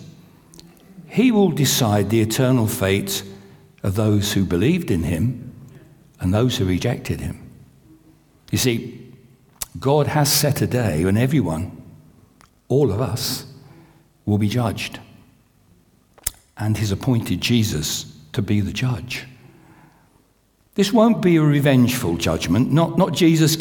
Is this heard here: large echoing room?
yes